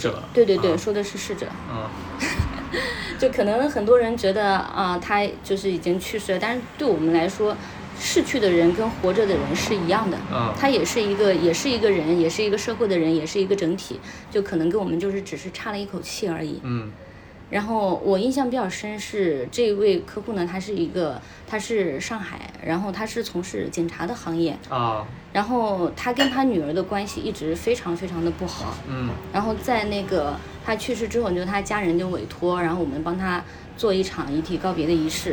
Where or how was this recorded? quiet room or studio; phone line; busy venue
busy venue